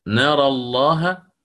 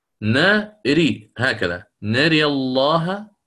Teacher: فيها الفتح مع التغليظ، نرى الله، ثم الإمالة مع التغليظ